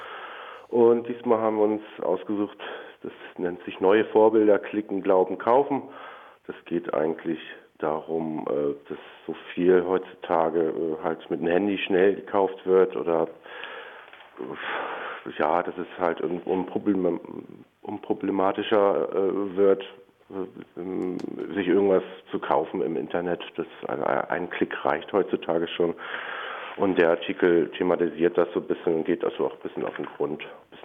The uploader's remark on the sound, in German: Heute mal eine Woche später und am Telefon.